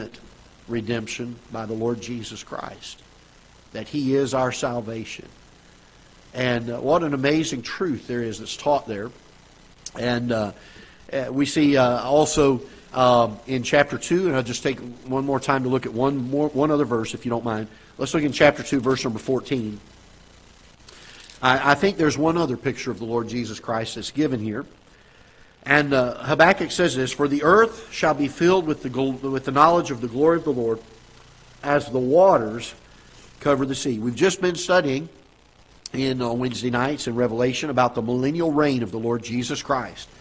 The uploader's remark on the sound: Ketha Heights Baptist Church ~ Live Broadcast